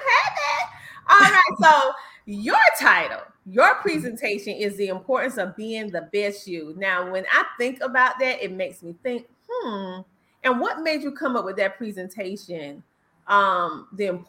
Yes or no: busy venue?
no